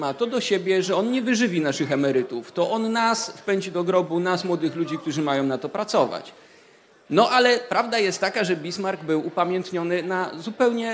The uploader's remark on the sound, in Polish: Prezentujemy nagrania prelekcji z tegorocznego Weekendu Kapitalizmu, który w dniach 8-10 października w Warszawie zgromadził ponad 300 sympatyków radykalnej wolności - w tym przedsiębiorców, polityków, dziennikarzy, studentów, artystów i aktywistów.